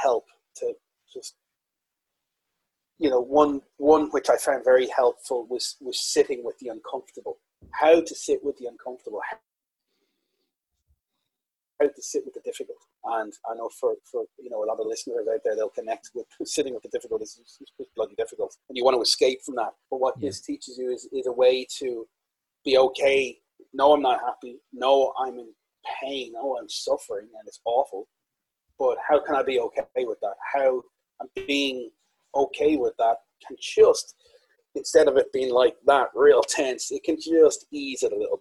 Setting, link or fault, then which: fault, poor sound quality